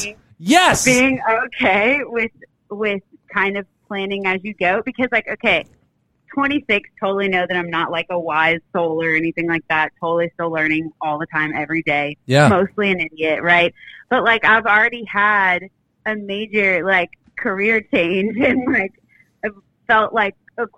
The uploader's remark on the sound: LIVE Call-In Show